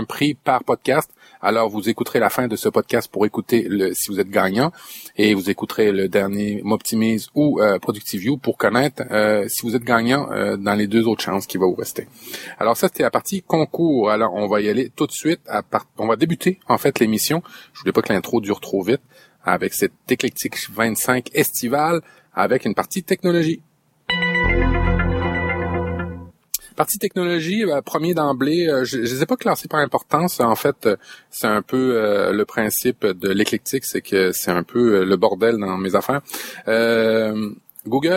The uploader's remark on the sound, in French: En direct live de mon 4X4, je vous ai enregistré un petit épisode estival